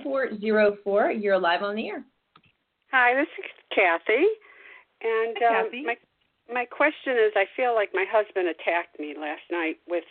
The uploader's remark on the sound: Call in Show